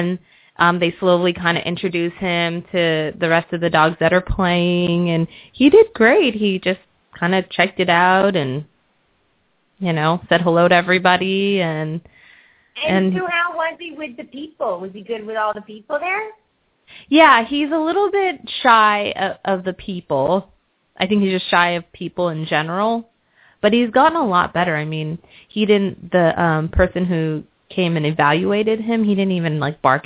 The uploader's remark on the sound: open up the lines for listeners to call